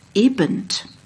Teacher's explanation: T und N werden am gleichen Ort gebildet, nämlich hinter den Alveolen mit der Zungenspitze